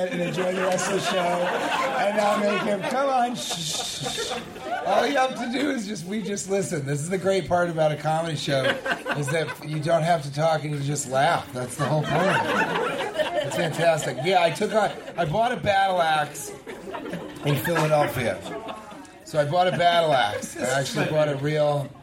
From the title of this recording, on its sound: Live from Edmonton!